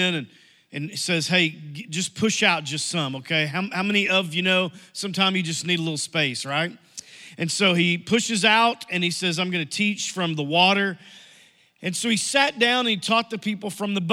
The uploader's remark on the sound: Message Audio from New Life Church - Searcy, AR.